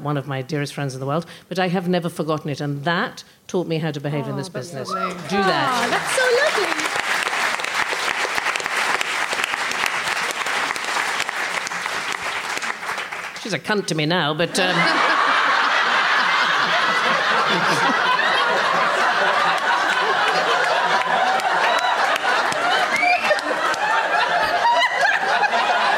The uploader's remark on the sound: Recorded at Leicester Square Theatre on January 11, 2017.